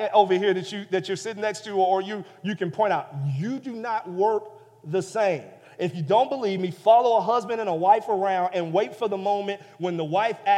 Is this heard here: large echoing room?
yes